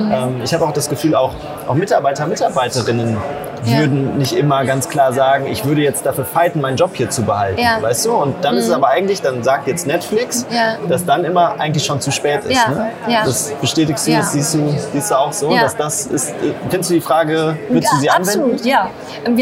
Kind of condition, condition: setting, busy venue